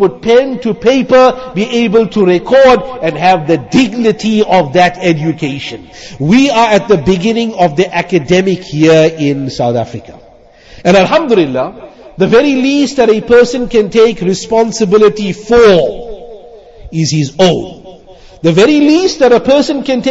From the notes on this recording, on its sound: Jumuah lecture at Avondale Musalla 13 Jan 2023